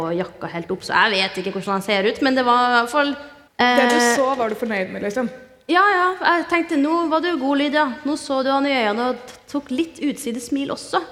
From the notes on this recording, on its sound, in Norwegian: (LIVE). Har besøkt Klæbu ungdomsskole for å spille inn en episode forann publikum!